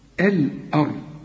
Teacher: الأرض الآن زي ما تقول الآن، لكن الراء والضاد مفخمين، الواو كمان مرققة دائما.